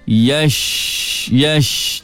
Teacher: Jadi jangan muncung mulut, jangan yosh, angin keluar banyak. Angin itu bertebaran dalam mulut.